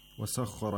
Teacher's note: The خاء سخر has تفخيم so does the راء